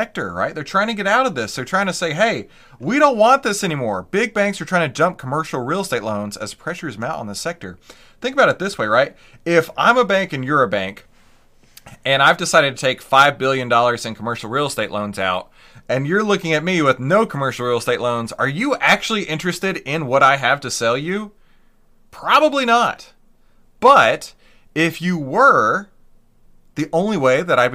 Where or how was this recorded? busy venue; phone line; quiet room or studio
quiet room or studio